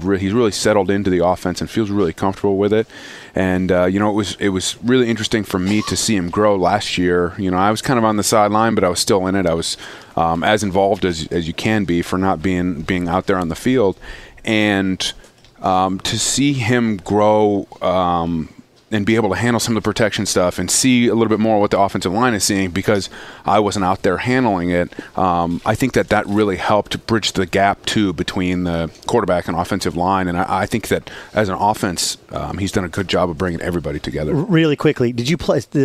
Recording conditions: outdoors